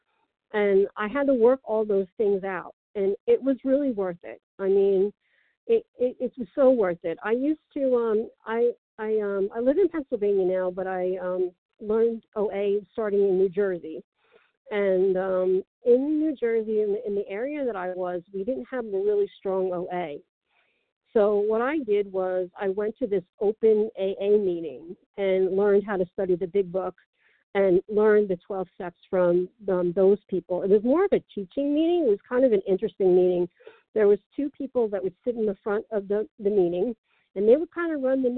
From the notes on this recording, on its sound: from the 100 Pounders Phone Meeting